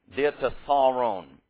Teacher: So the accent is on the penult. The penult is the syllable before the ultima, the last syllable.